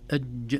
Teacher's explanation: الحرف ينحبس إذا سكناه، نقول أج ولا نستطيع أن نكمله، لا نستطيع أن نمد الصوت به، لكن لو أج مددنا الصوت به فهو ليست الجيم التي اعتدناها. · Term: شدته